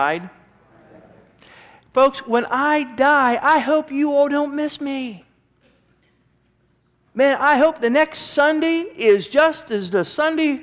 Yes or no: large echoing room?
yes